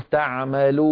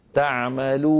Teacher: تعمدت إعمال الخيشوم، إعمال صوت الغنة من الأنف مصاحبا لصوت الواو · Shown in: second take · هذا لا يصح، لابد أن يكون صوت حروف المد الثلاثة عند القراءة خاليا من الغنة.